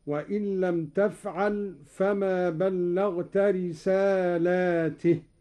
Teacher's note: قرأ قالون بمد اللام على الجمع